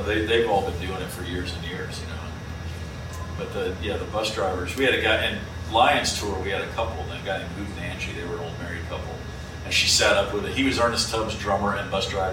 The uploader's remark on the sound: Book Talk Live from San Francisco. Recorded with a live audience in the SF Ferry Building Book Passage.